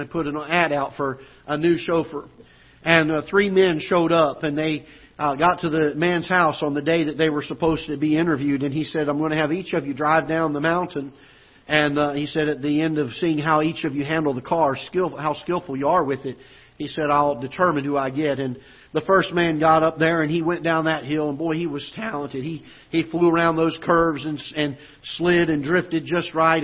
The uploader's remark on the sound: Ketha Heights Baptist Church ~ Live Broadcast.